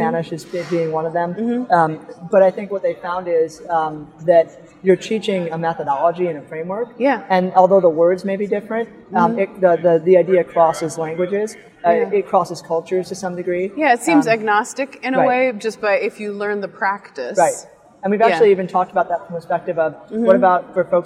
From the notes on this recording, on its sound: live on the Expo floor of the NSC Congress